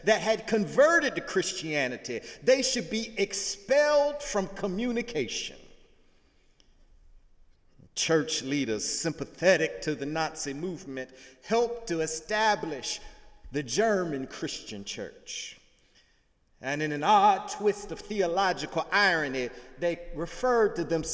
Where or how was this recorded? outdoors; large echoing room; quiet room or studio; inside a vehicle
large echoing room